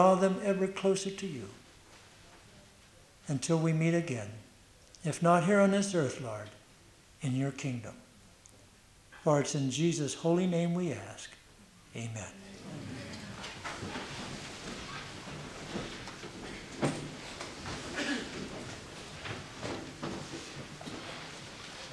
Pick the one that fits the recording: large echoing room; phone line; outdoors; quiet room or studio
large echoing room